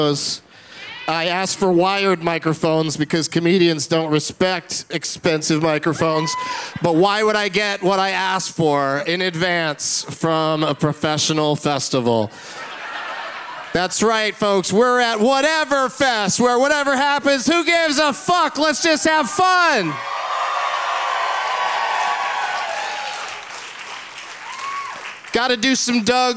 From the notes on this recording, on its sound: Live from Whatever Fest in Houston